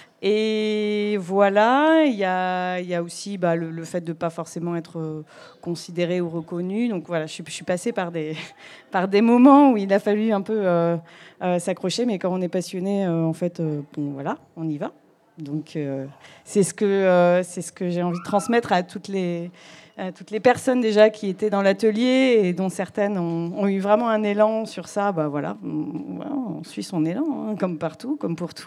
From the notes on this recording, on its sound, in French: Résonances a pris la rue et y a planté ses micros, pour une émission de radio éphémère dans le cadre des premières Journées du matrimoine à Villefranche-de-Conflent. L'audience rassemblée.